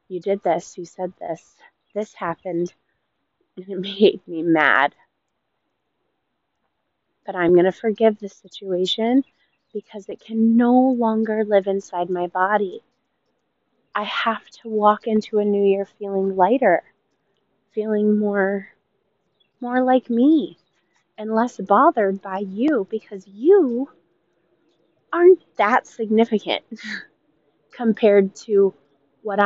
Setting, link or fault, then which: setting, outdoors